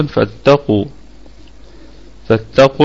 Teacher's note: القاف في الدرجة الثالثة من درجات التفخيم، هي من حروف قص ضغط القض، حروف المفخمة دائما.